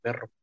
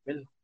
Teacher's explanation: yo en lugar de decir R, lo cambiaba por la L. Ejemplo de eso es que yo no decía perro, yo decía pelo.